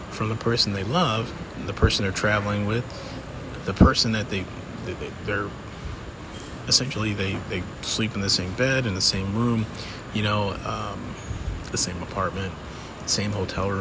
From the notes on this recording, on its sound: Apologies for the airport sound quality.